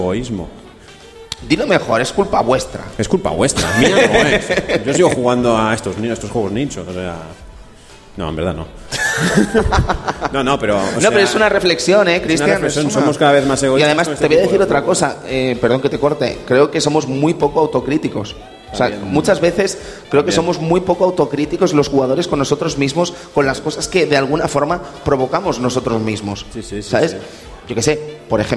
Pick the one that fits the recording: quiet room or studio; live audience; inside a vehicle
live audience